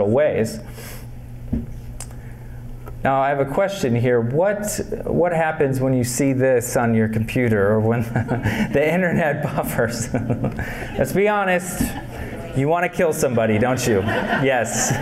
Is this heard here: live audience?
yes